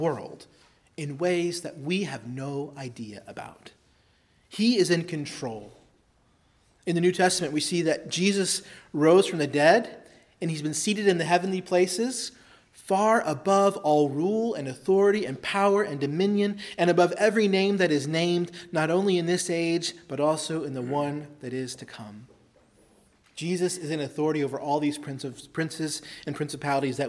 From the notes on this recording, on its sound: preached at Christ Our Savior Baptist Church on Sunday, June 6, 2023